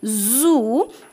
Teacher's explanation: in the word zoo, the sound U is very close to the roof of the mouth · Term: closed vowel